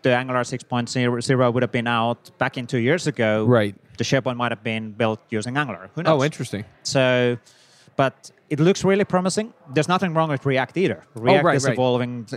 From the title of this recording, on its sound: LIVE at Microsoft Build